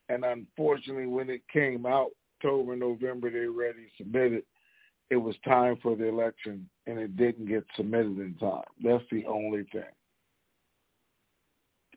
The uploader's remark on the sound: TNTSuperfantastic Conference Call